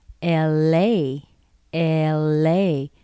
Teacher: starting in the middle, dropping down just a bit, and going up, and then dropping again. L.A., now you've got to be very careful to make sure you connect these words, or these letters.